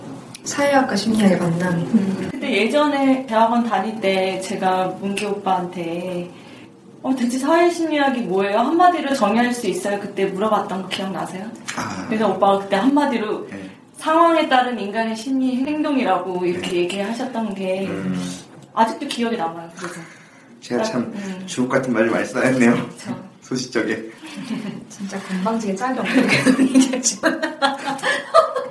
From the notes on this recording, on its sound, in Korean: 라디오 음질.